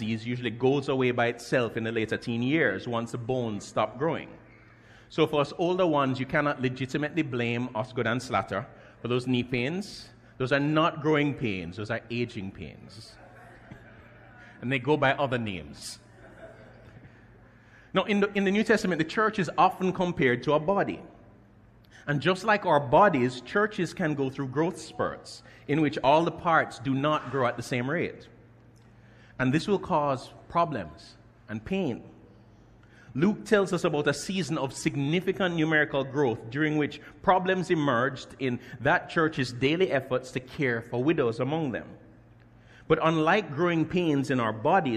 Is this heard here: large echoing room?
yes